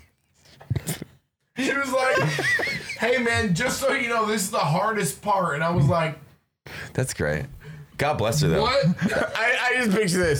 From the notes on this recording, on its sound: BROKE THE AUDIO!